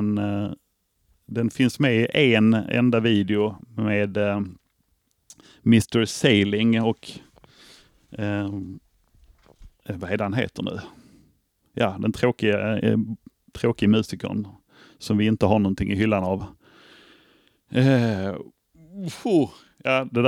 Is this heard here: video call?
no